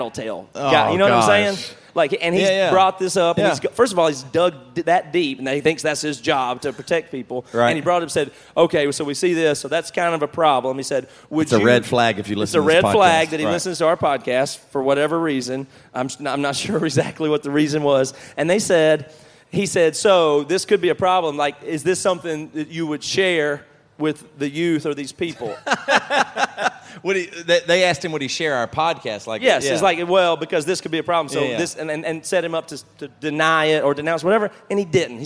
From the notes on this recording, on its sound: Live at AudioFeed Festival.